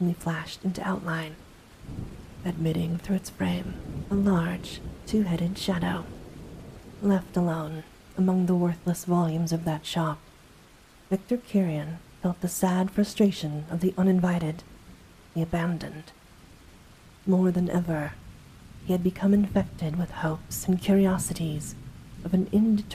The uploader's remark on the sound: Soft Spoken Reading + Light Thunderstorm Ambience. A light thunderstorm has been added in as background ambience.